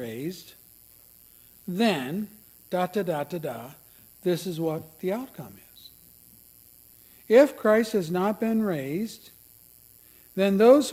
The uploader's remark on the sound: A listing of all of the services recorded at Thornville Baptist Church.